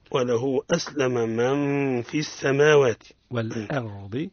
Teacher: تقرأ هكذا: وله أسلم، وله أسلم، مقدار ألف. من في الإخفاء بغنة، الإخفاء مع الغنة